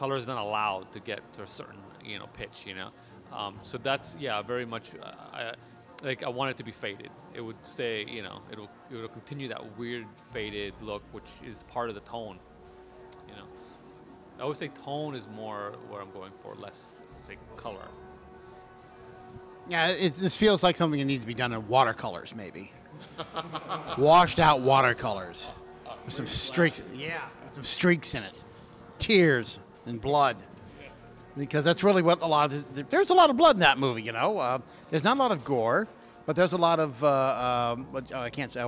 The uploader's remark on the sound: Live at the Death Parade Film Fest! Our recording series that took place at the Death's Parade Film Fest in Red Bluff California.